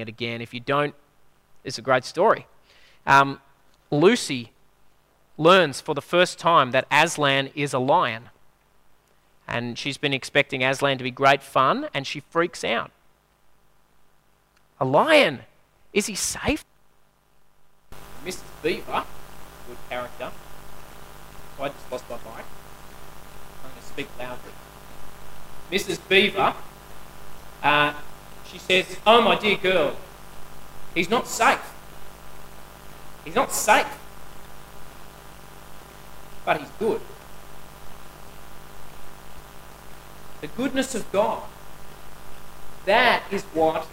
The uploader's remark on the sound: At a Church in the Graveyard service